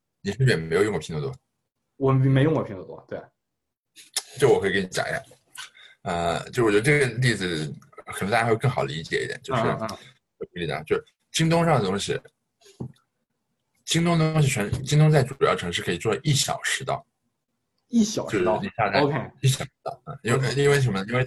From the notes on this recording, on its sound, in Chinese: 在zoom上远程聊了一次